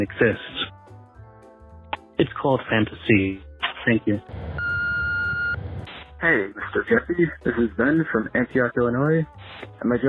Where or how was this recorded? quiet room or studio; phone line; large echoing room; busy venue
phone line